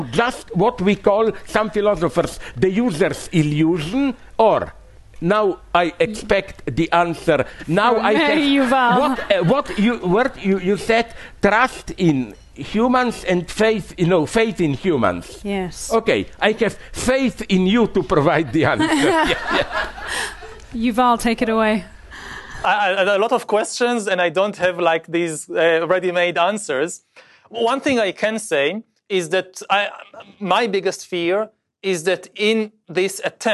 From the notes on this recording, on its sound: was filmed on June 2, 2022 as part of the HowTheLightGetsIn Festival